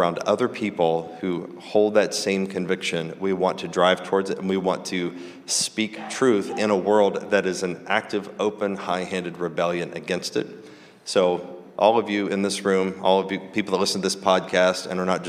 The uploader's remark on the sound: This episode was recorded like at the 2023 King's Domain Conference